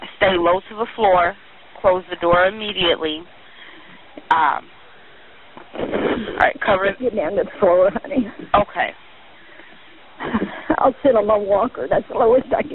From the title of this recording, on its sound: 911 call